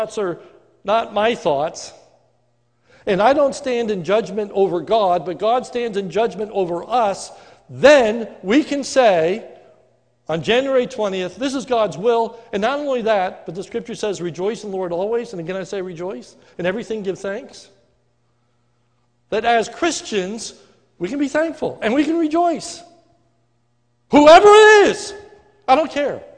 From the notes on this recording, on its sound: A sermon recorded live at the Lebanon Bible fellowship Church in Lebanon, PA. During the morning service.